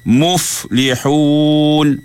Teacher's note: Fa tu dia ada angin dia di bibir tu.